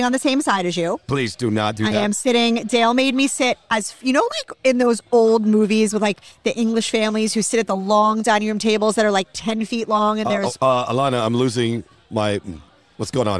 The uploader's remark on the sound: Recorded at American Social Las Olas